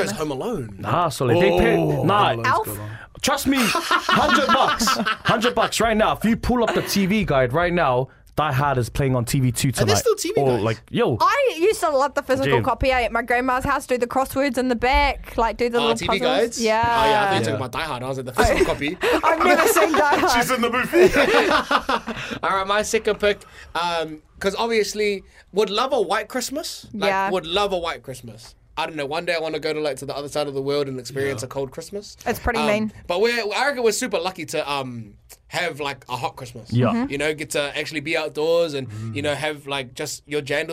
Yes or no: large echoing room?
no